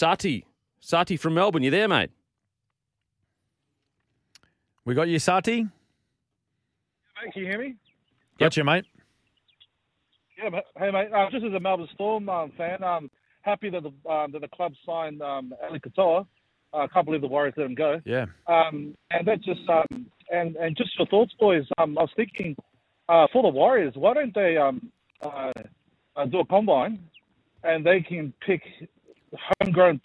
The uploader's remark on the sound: Debate with callers. The boys & listeners debated.